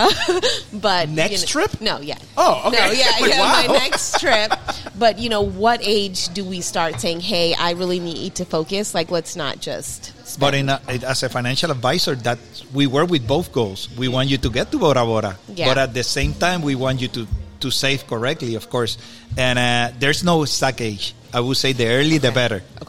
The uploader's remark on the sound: This show was recorded on location at the Cafe Don Juan in Winter Park, FL. While getting ready to record we caught the attention of a patron.